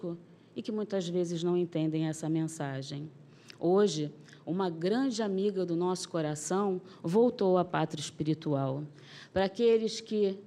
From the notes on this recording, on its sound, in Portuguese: Palestra ao Vivo